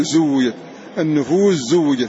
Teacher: فأدغمت السين في الزاي فذهبت فنطقنا بالزاي مشددا. وفي زوجت سين النفوس مضغم.